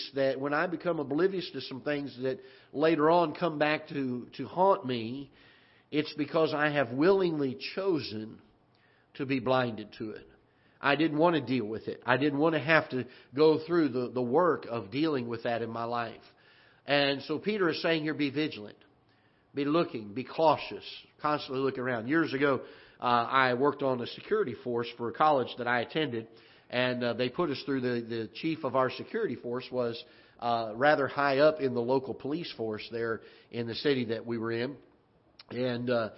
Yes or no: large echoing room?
yes